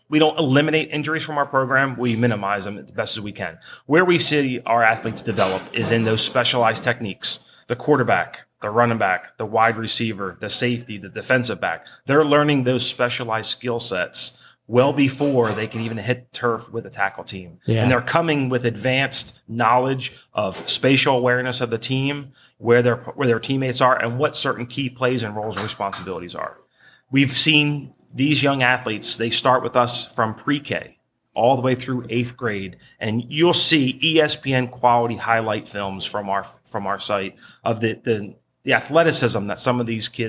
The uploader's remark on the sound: Recorded each week at Chad's BBQ in Edgewater, MD. Recorded each week at Chad's BBQ in Edgewater, MD.